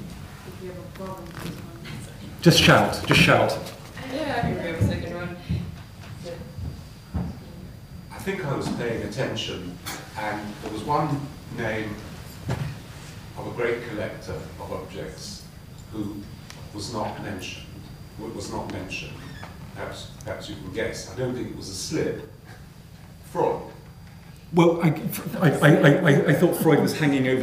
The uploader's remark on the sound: The lecture took place at Queen Mary University of London, Arts Two Lecture Theatre, Mile End Road, E1 4NS, on the 23rd of March 2017 at 6.30pm.